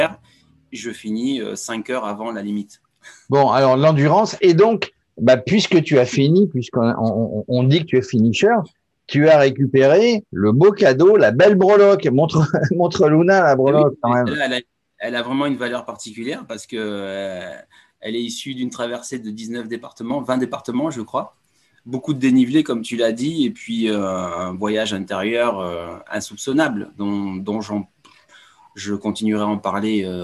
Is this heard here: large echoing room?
no